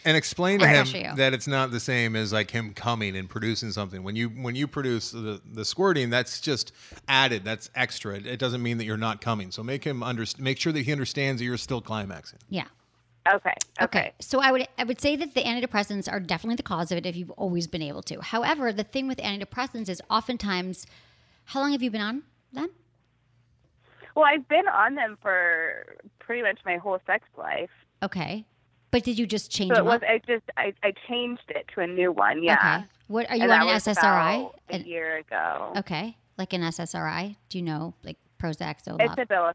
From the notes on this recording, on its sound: today’s live call-in show